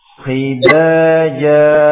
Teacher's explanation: Pada kha yang berkasrah masih memiliki sifat apa? Sifat tafkhim atau tebal.